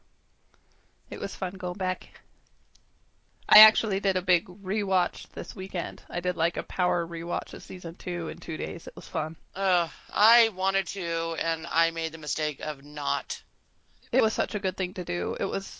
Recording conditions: poor sound quality